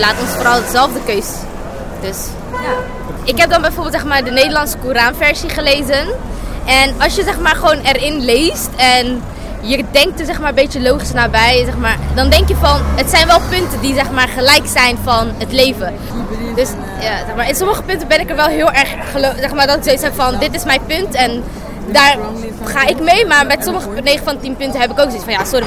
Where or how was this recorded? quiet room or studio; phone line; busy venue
busy venue